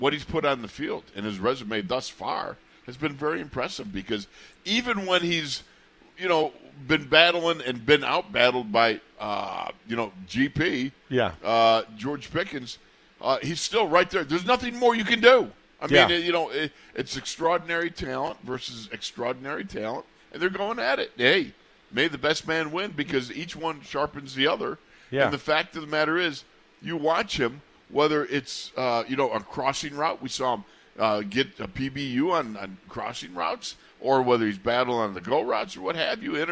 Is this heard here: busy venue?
yes